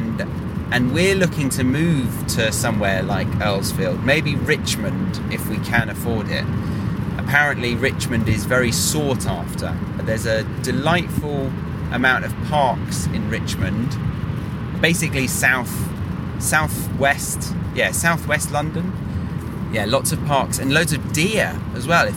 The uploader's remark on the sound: Motorway Monologue. When he was back home to see family and friends in the UK. So, he decided to record this podcast on the road in action! Listen to the motorway experiences he had back in his motherland!